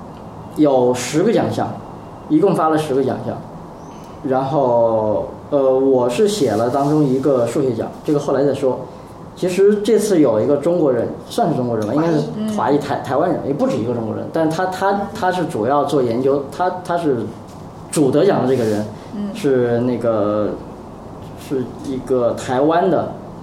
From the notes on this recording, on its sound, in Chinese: 本期节目为在张大妈办公区用录音笔录制，可能有街道上的杂音，请见谅。